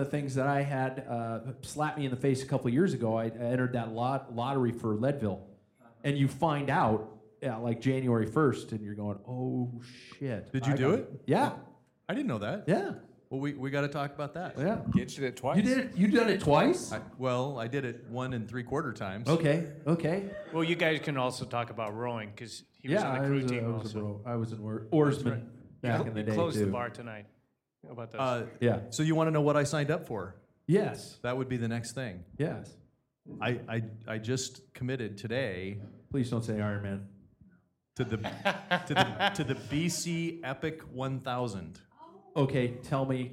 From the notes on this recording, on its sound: Live from River City Brewing's Tap Room (insert sad face) for the last time.